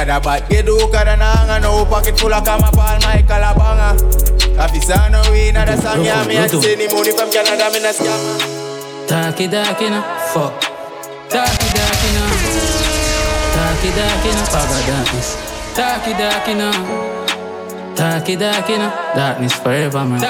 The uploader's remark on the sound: Live recording from my set at Island Saturdays.